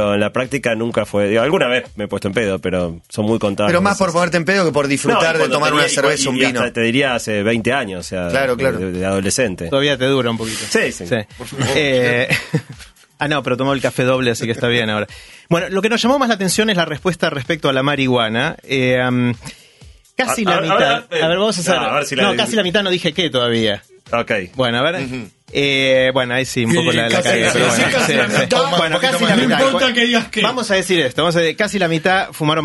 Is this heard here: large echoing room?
no